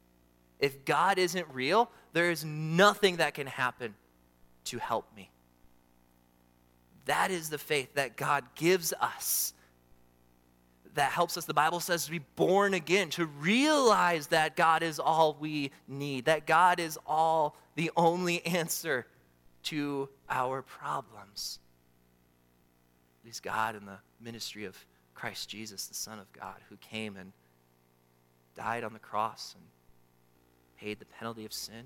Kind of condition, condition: setting, large echoing room